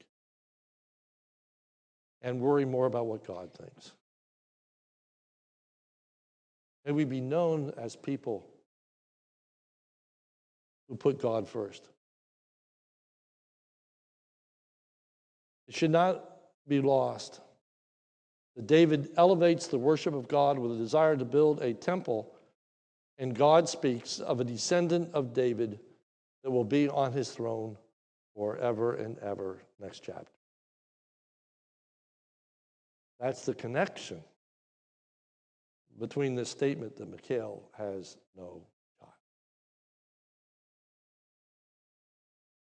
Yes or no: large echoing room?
yes